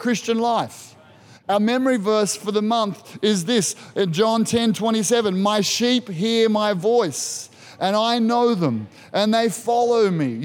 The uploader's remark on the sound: This was recorded in our 9am service on the 31st of October, 2021